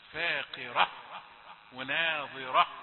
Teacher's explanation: خلي الهاء يعني يبقى لها صوت كده علشان ما يكونش كأنها مد. فاقرة ناظرة ما يكونش، لا في هاء تاء مربوطة يوقف عليها بالهاء.